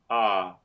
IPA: ʌ